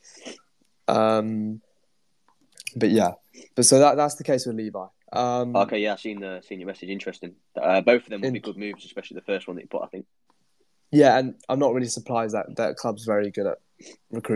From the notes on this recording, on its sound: in a Twitter Space which we have recorded and uploaded as an episode